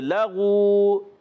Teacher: واو ساکن سے پہلے پیش آ گیا واو مدہ بن گیا ایک الف کھینچنا بھی ہے